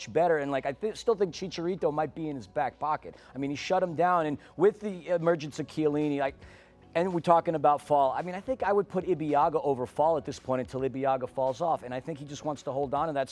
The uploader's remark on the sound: live from Banc of California Stadium